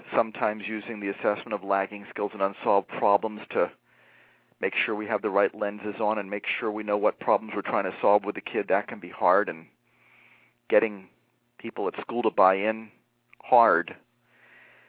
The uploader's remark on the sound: A special education teacher called